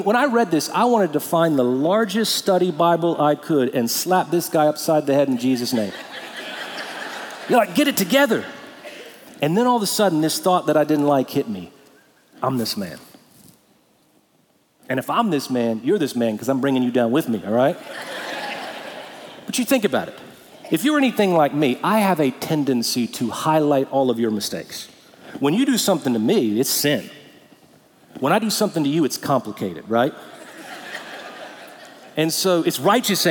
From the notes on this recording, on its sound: Recorded Live at Brookwood Church on 11.05.2023